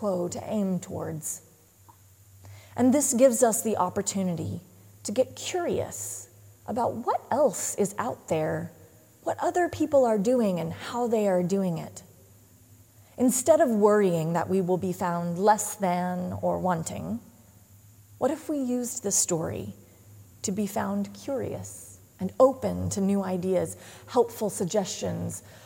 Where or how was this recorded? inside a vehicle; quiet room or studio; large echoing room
large echoing room